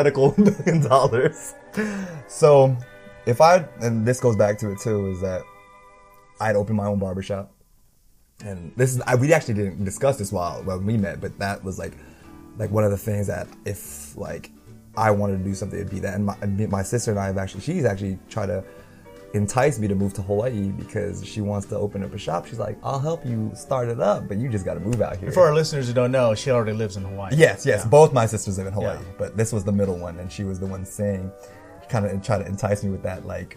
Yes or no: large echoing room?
no